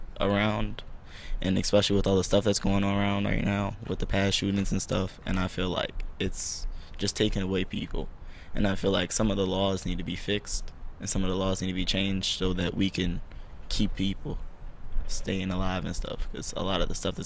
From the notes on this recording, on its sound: On-location at the 50th National Education Conference of the A. Philip Randolph Institute in Minnesota.